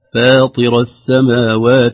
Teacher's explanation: ترقيق الفاء وتفخيم الطاء المكسورة بعدها